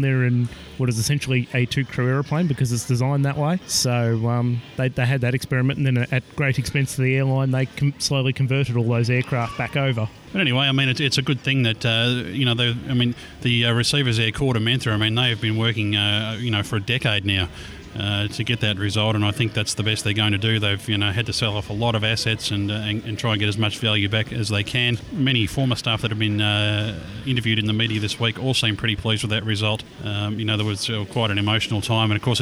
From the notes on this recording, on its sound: The boys are out at Coldstream airport for the Mission Aviation Discovery Day recording live.